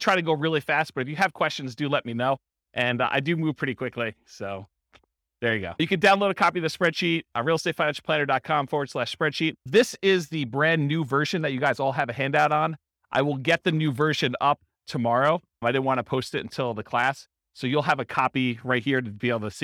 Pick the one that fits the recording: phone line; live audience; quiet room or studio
live audience